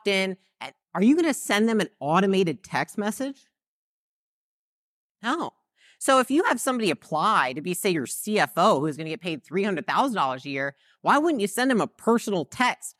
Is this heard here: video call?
no